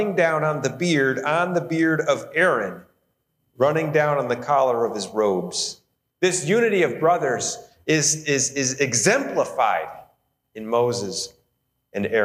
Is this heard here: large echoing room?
yes